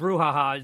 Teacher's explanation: emphasis on the first syllable